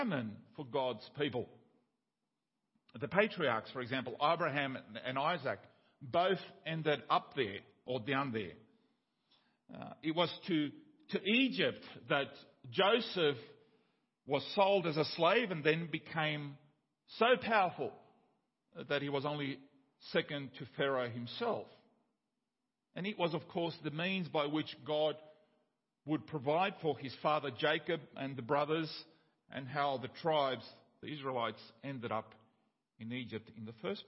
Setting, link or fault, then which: setting, large echoing room